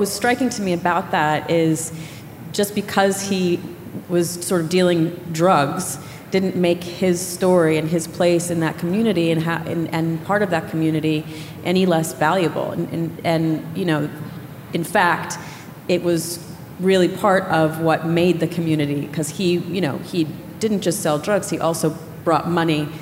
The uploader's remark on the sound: Werk It: The Podcast is a compilation of some of the best moments from the live event. Both the festival and the podcast are produced by WNYC Studios.